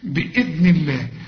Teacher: طبعا انت عارف الدال بنطلع لسان فيها